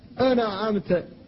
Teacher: بعض الناس يقول أنعمت فيقلقل النون والنون ليست من أحرف القلقلة، وبعضهم يقول أنعمت يخفيها إخفاء مطلقا فيكون كأنه نطق بالهمزة والعين فقط.